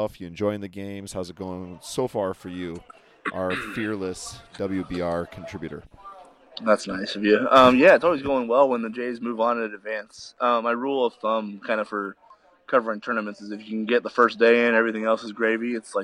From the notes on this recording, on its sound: live from the Big East Tournament in NYC.